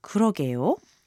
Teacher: Translations may vary depending on the context, and although it is a response and not a question, sometimes the expression's intonation may resemble that of a question with a rise at the end, like 그러게요.